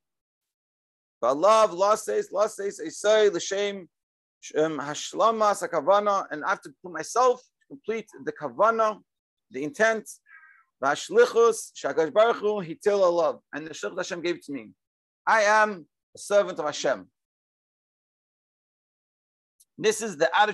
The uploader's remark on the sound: Daily Zoom Shiur.